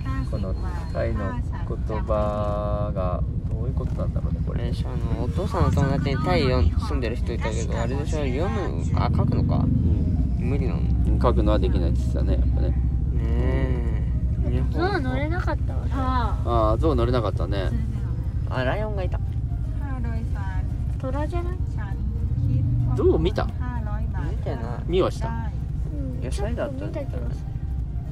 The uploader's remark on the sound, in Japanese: タイの車中で収録